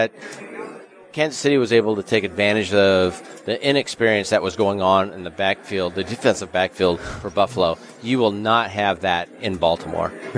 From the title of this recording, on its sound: Live from the Super Book at Westgate Las Vegas